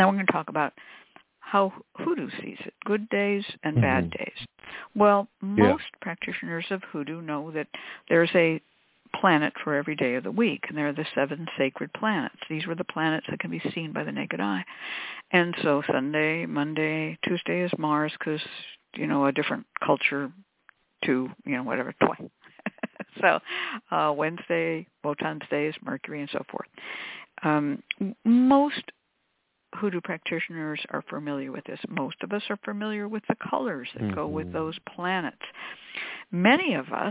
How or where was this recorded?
phone line